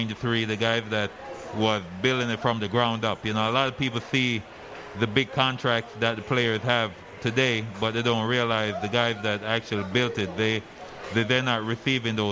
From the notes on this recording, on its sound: Live From The Cosmopolitan of Las Vegas